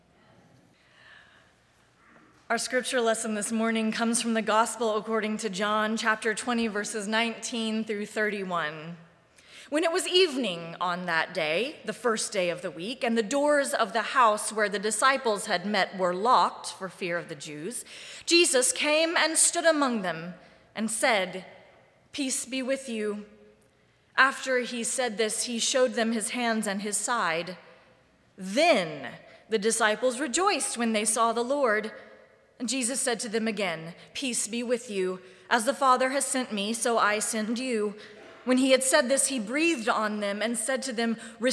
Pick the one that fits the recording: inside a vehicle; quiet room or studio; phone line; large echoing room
large echoing room